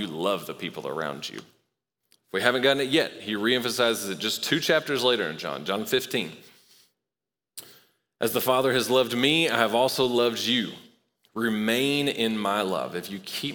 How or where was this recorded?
live audience